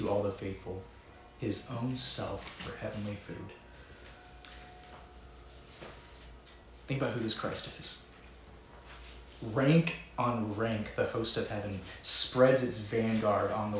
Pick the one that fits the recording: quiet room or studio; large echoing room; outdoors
large echoing room